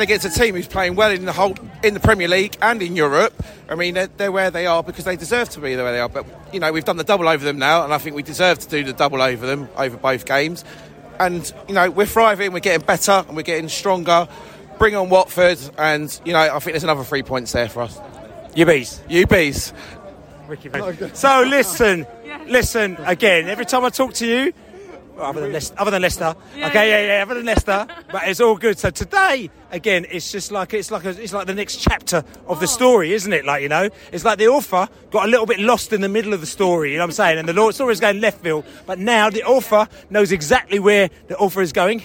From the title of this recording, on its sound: Post Match Podcast from The Stands and Pub